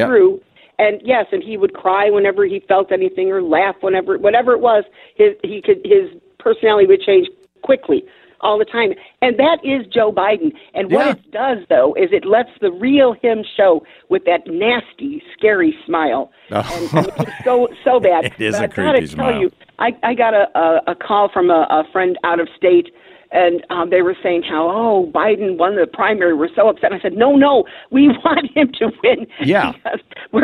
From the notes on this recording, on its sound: You Call In With Your Thoughts. More Call Ins.